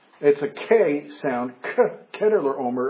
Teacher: Hebrew doesn't have a ch sound, like church. And so this is usually, it's a K sound, K, Chedorlaomer, unless it's immediately following a vowel.